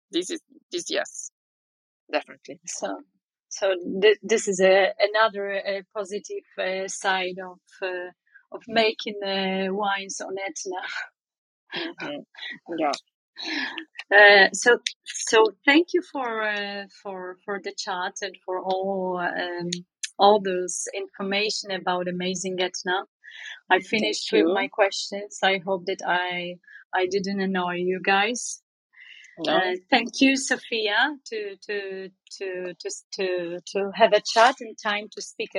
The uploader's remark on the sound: Clubhouse Ambassador's Corner. These sessions are recorded from Clubhouse and replayed here on the Italian Wine Podcast!